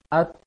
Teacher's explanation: Kalau ta itu diikuti dengan suara angin yang kecil, dia posisikan lisan di belakang gigi atas